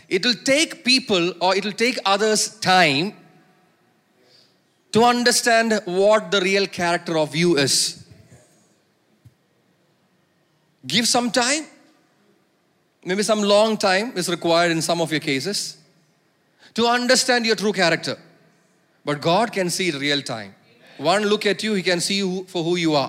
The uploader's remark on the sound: preached at Sunday Service on 6 August 2023 at Revelation Church.